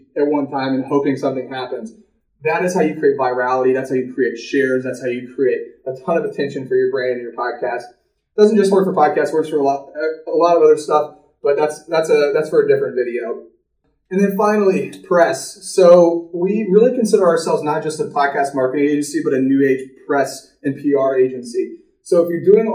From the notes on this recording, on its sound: Please forgive the hollow sound! This was a You Tube video... New microphone on the way!